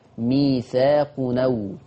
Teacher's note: إن أنا بمسك الهمزة وشيلها واخد الحركة بتاعتها وحطها على التنوين، لأن التنوين ما هو إلا نون ساكنة · Term: النقل